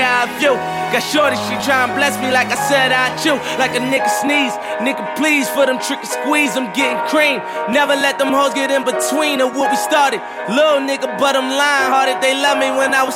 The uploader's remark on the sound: PDT - CALGARY - LIVE AUDIO (DIRTY). PDT NIGHT CLUB IN CALGARY ALBERTA.